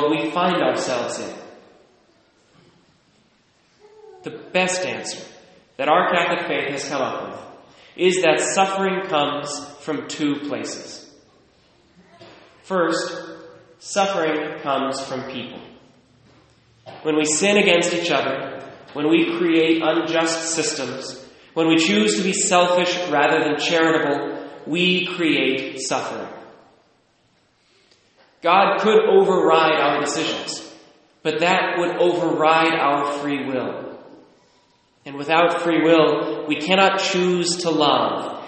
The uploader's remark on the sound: Recorded at St. Charles, Burlington, WA.